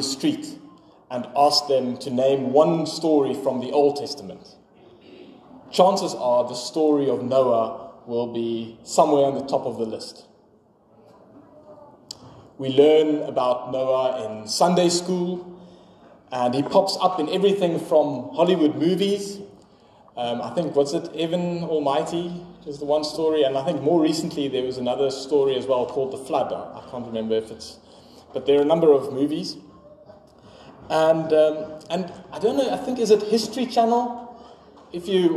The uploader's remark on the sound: Sermon preached on 18 February 2024 at Pinelands Gemeente.